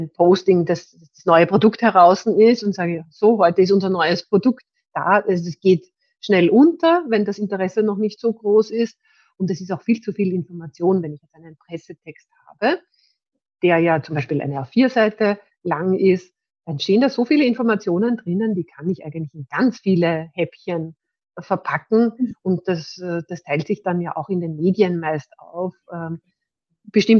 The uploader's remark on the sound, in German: Das Interview wurde als LinkedIn Live durchgeführt